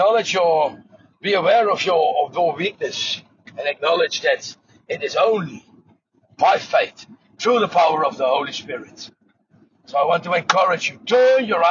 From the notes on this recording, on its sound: the audio is recorded while driving the car